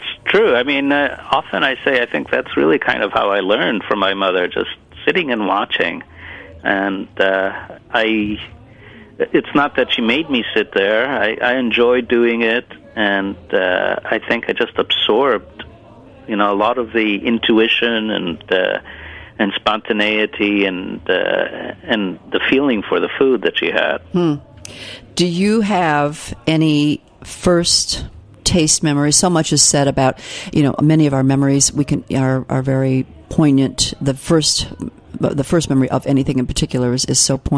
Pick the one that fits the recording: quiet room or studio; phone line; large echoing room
phone line